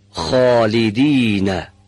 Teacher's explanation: دو، هوای سازنده حرف خا رو هنگام تولید حبس نکنید تا صدای اون هم قطع نشه. سه، هنگام عبور دادن هوا تارهای صوتی رو به ارتعاش در نیاورید. چهار، فاصله بین سقف و سطح دهان رو زیاد کنید تا حرف خا درشت تلفظ بشه.